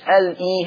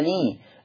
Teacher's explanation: زي كلمة الإنسان ال إي هنا هعمل نقل تبقى مش ال إي هشيل الهمزة واخد الكسرة حطها على اللام · Shown in: second take